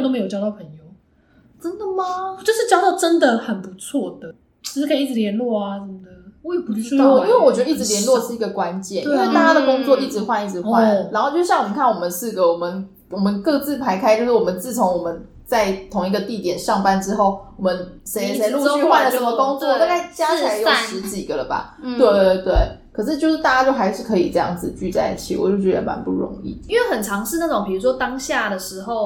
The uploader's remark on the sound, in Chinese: 在80坪大四房錄音，空間感有夠重跪求大家見諒